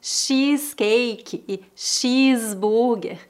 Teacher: o CH é pronunciado como SH